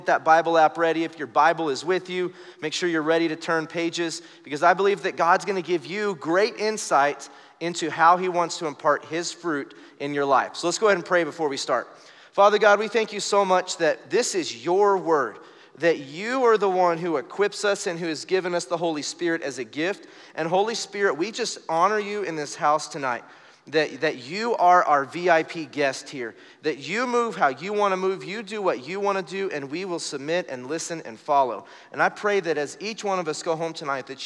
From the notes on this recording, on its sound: Recorded live during our Wednesday night service